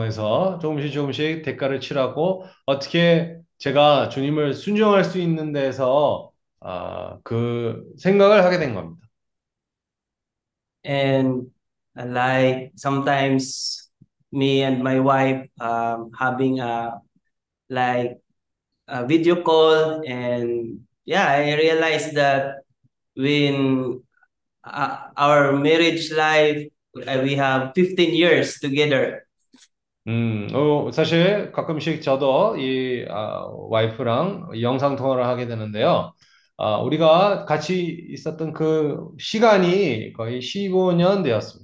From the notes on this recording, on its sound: zoom meeting Wednesday